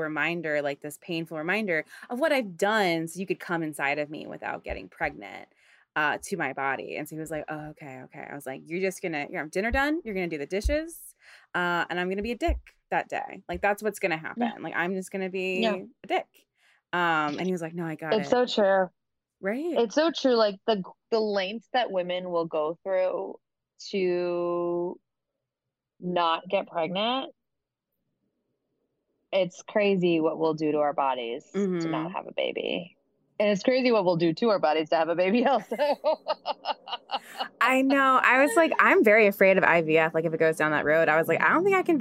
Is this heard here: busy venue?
no